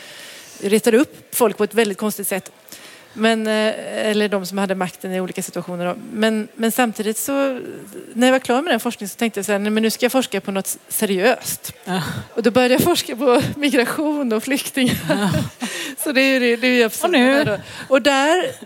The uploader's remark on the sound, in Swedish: Bonusavsnitt live. Intervjun spelades in på Vetenskapsfestivalen i Göteborg.